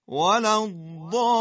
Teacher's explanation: 6 حرکت ضالین رو مد میدیم